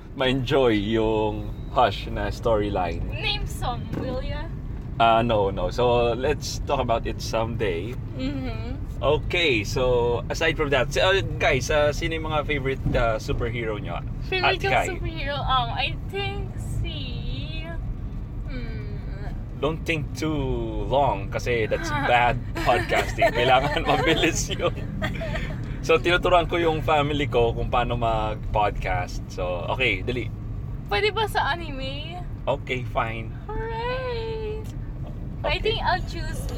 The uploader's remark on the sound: Podcasting In My Car With My Family